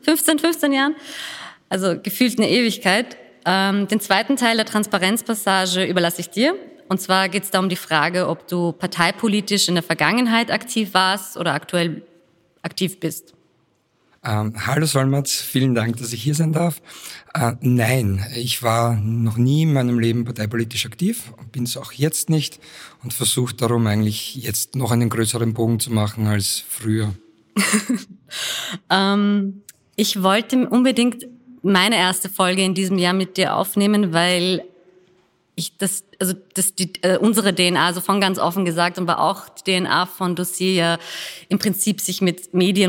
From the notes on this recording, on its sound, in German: Der Podcast wurde vor Publikum bei der Langen Nacht der Podcasts aufgezeichnet.